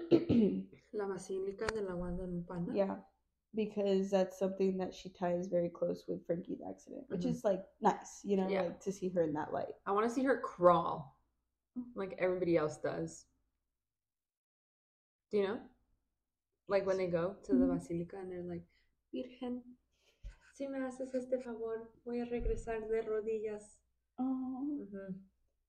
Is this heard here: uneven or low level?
yes